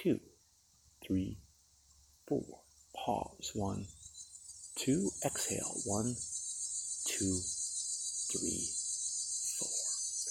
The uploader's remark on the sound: Wandered into the woods to record tonight's episode! Live from the Glade.